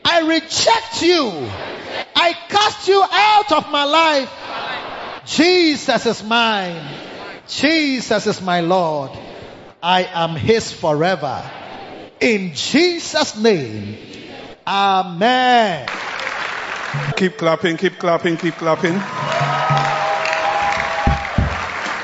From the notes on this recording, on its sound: Preached at the Victory Secrets Service - The Makarios Church, HQ